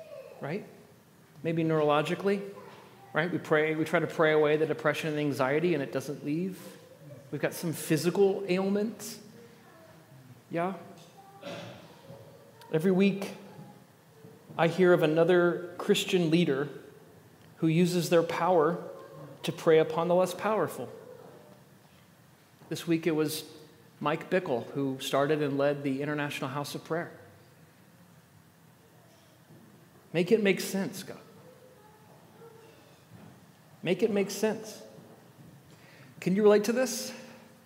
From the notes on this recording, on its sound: At The Table worship gathering on Sunday, December 3rd, 2023. First Sunday of Advent.